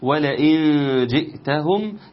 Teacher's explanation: نون ساكنة أتى بعدها حرف الجيم فيكون حكمها الإخفاء بغنة